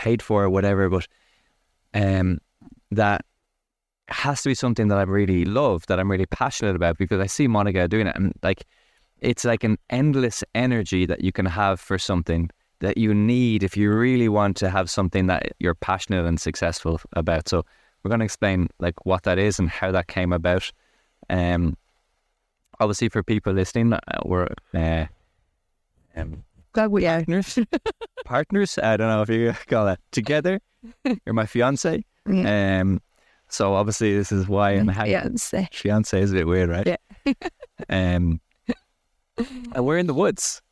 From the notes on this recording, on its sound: This episode was recorded in the woods so apologies for a not-so-perfect audio experience.